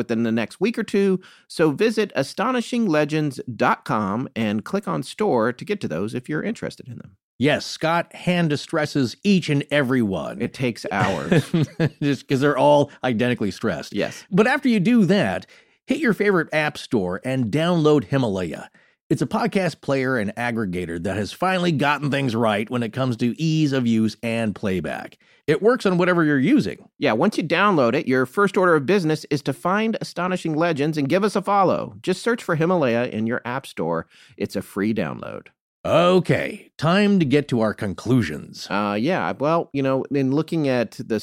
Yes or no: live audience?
no